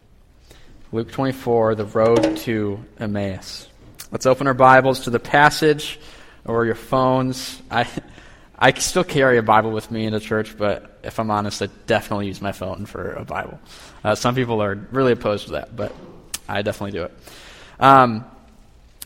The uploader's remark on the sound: Peace Church is a family focused, Gospel centered, and Kingdom minded local church in Middleville, Michigan. These recordings are from our large group Bible study every Tuesday night.